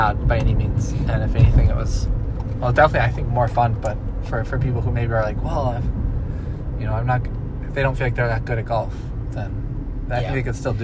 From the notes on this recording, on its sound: Come to you live from the car on the ride home from their first round of hickory golf.